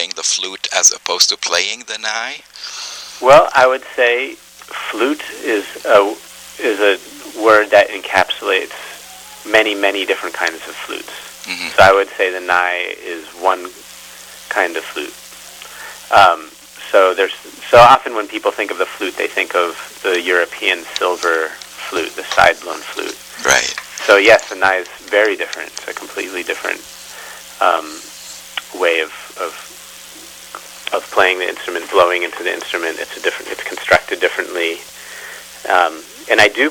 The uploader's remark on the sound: Conducted by telephone in May 2013.